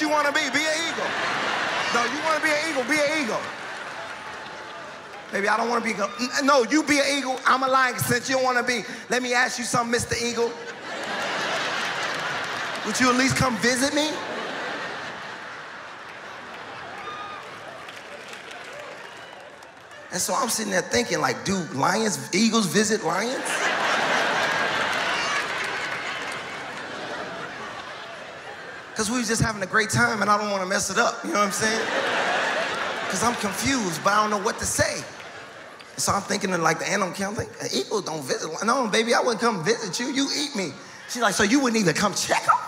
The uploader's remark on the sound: Taped in front of two sold out crowds at the Studebaker Theater. This stand up comedy special.